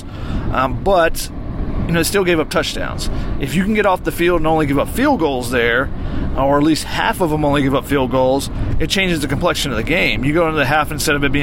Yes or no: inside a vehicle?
yes